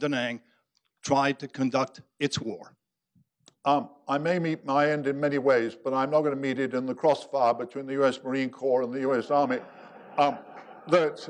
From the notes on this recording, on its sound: General Omar Bradley Memorial Lecture. Army Heritage and Education Center (USAHEC) hosted. To present the General of the Army Omar Nelson Bradley Memorial Lecture.